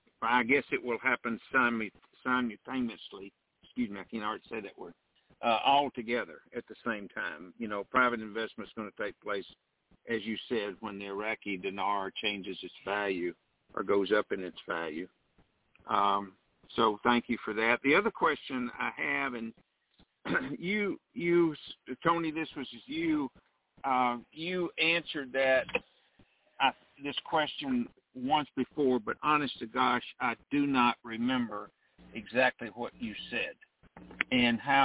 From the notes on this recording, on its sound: TNTSuperfantastic Conference Call